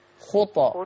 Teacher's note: وأنا بقلقل الطاء في خطى أفك الشفة أفك الفك ما أقولش خطو خطى.